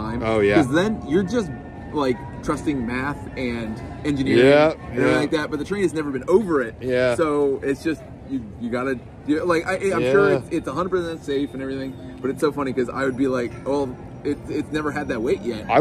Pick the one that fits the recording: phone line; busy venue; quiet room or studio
busy venue